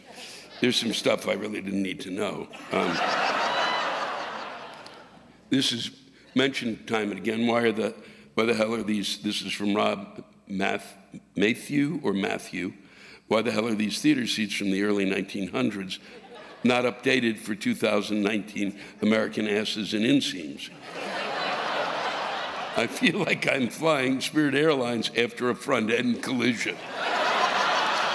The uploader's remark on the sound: This week’s live rants come from the Brown Theater in Louisville, Kentucky on October 3, 2019